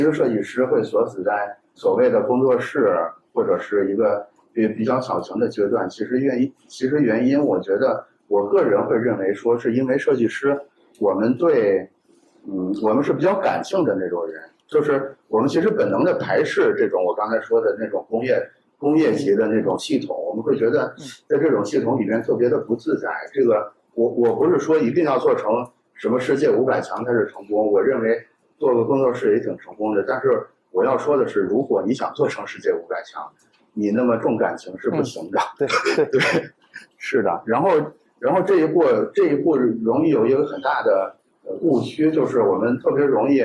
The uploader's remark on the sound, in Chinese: 在「字体帮」分享活动现场进行的对谈分享。